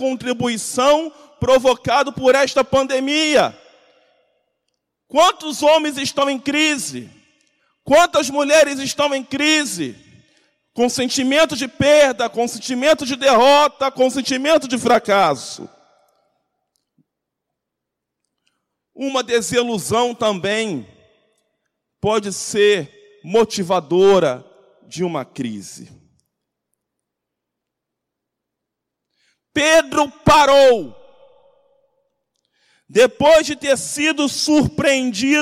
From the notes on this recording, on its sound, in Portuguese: CULTO DE LOUVOR E PALAVRA AO VIVO 27.09.2020 - MANHÃ.